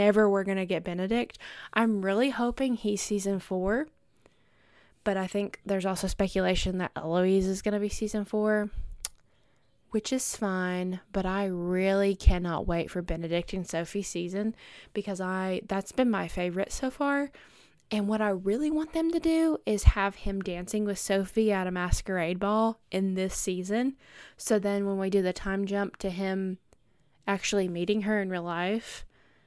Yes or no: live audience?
no